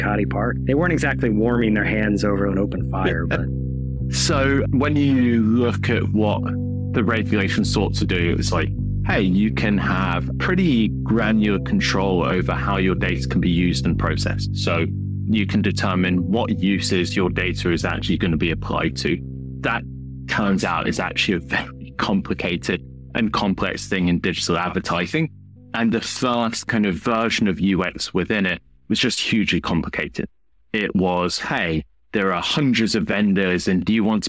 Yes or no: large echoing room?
no